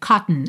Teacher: Inclusive, na pronúncia americana, ele é realmente suprimido. A gente vai do T direto pro N num som pra dentro.